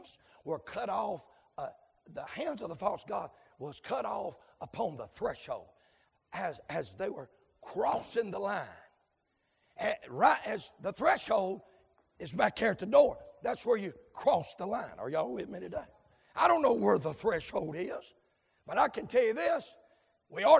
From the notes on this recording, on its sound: Live, from Landrum Independent Baptist Church.